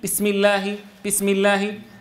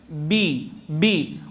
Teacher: الأصل في الباء يا إخوة أنها شديدة مجهورة · Shown in: second take · الباء شديدة مجهورة، شديدة لابد من انقطاع الصوت، مجهورة ينقطع معها النفس، ينحبس فيها النفس.